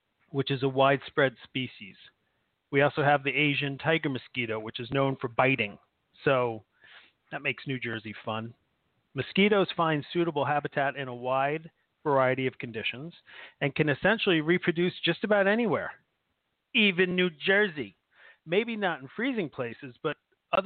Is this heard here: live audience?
no